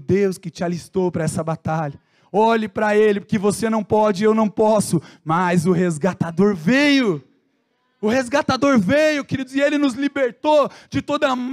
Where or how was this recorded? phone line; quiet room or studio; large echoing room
large echoing room